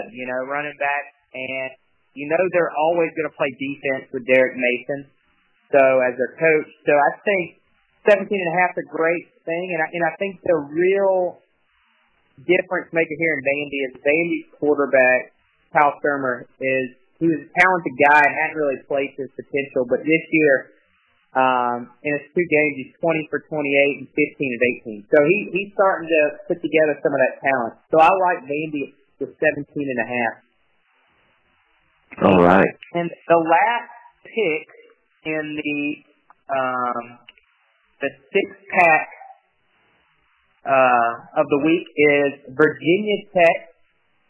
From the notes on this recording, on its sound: Audio Quality = Bad. Long distance phone call so we don't want to make your ears bleed.